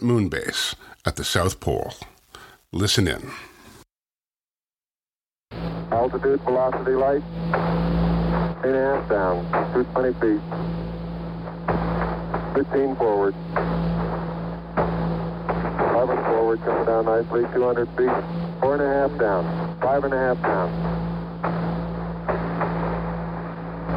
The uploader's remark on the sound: NASA contacted the media on short notice late in the afternoon saying a teleconference was being scheduled for the early evening